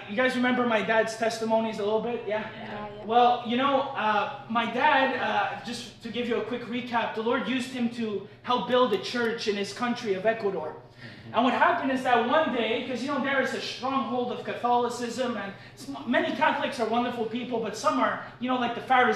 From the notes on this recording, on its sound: LIVE AT THE CAFE. The Friday night live meeting at the cafe.